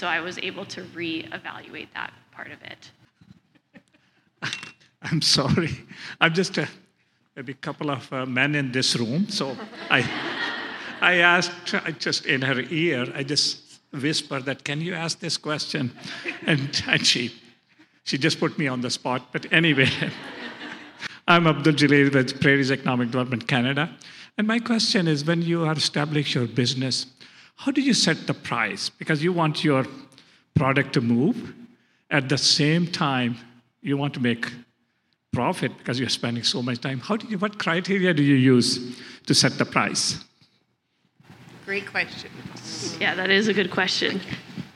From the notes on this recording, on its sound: This is a special episode as we are sharing a live panel discussion put on by AWESOME at the Empowering Women’s Conference that took place at Canada’s Farm Show in Regina, SK.